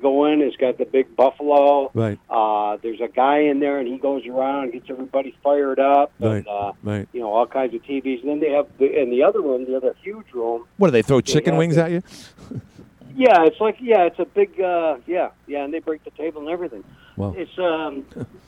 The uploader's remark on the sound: called in from Florida